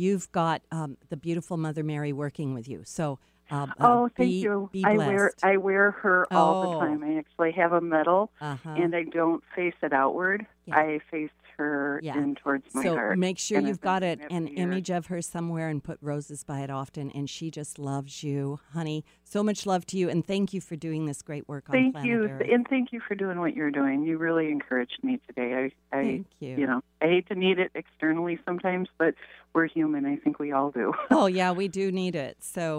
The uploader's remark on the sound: Open Call-In Show Day.